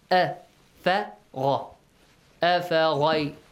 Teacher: the first two letters are light. And ghayn is heavy.